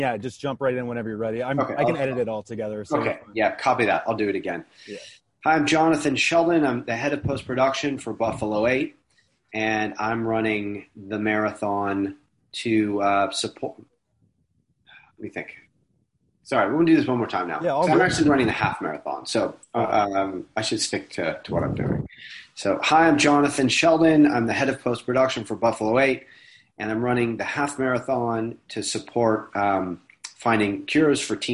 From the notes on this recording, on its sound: it was conducted over zoom